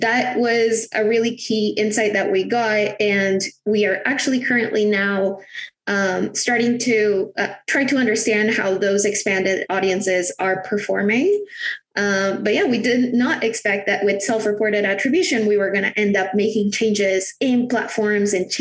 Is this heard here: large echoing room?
no